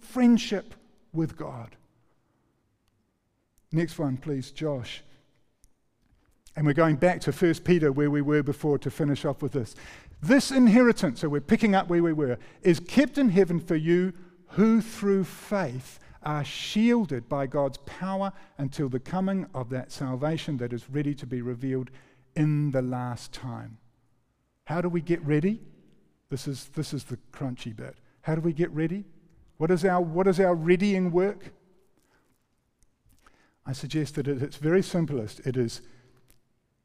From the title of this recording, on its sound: recorded 5-11-23 PM gathering